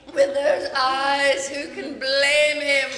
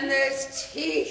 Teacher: the syllables get drawn out, like the way you say eyes, blame, even teeth